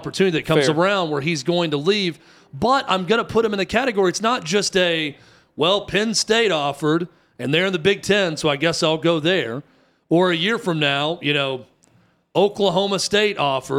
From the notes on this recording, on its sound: live from the Final Four in Houston